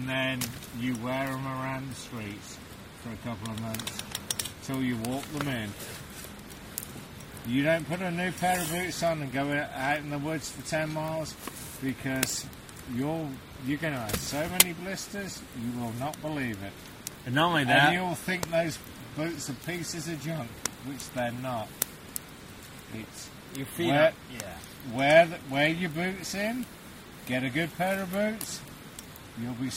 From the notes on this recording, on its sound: Recorded at a remote campsite on the Chattooga River.